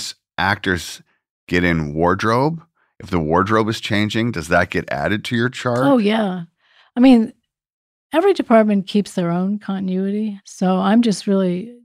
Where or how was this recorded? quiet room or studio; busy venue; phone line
quiet room or studio